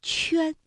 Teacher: 龙王气得够呛啊！那今天呢，因为时间的关系，我们先讲到这里，和大家来说一说我们今天的正确答案啊。其实说到这个"混"和"圈"呢，大家在读音的时候呢，就可以分得出来，一个是"温"，一个呢是"圈"，这是它们韵母的一个区别哈。那如果是发"圈"的这个口音的时候，口型的变化是比较明显的，因为呢，它的这个气流呢是从口腔喷出，嘴唇呢也是由圆到扁逐渐打开的这样的一个过程，而温呢，口型相对比较的圆润的变化幅度呢也没有那么大。从发音的部位上来说，像圈的这个发音部位，我们今天也讲到了，它主要是舌面和硬腭，是舌面的前部和硬腭形成了阻碍发成的音，圈。而混这个字发音部位主要是在舌根和软腭，是舌根后缩和软腭形成阻碍发出的音。我们再从发音方法上来看，这个圈呢，它发出的时候，它总体来说气流相对比较弱，声音呢是比较轻的；而混呢发的时候气流比较强，它是受到一定阻碍之后发出的音。所以大家呢也可以来通过对比哈，来感受一下这个发音的不同的地方。那接下来呢，我们就要和大家来